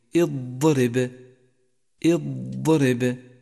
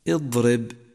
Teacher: ووصفت الضاد بالاستطالة لامتدادها في مخرجها حتى تتصل بمخرج اللام · Shown in: first take · اض. فتأمل استطالة حرف الضاد في قولك اضرب اضرب.